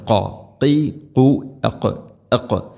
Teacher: ഖാഫ് തൊണ്ടയുടെ മുഗൾ ഭാഗവും കഴിഞ്ഞ് ചെറുനാക്കിൻ്റെ ആ ഒരു ഭാഗമാണ് അതിൻ്റെ മഖ്റജ്